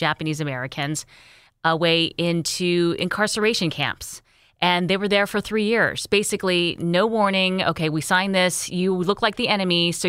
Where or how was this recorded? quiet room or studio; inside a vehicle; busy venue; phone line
quiet room or studio